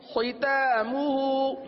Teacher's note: اب اس کلمے کے آغاز میں خا پور پڑا جاتا ہے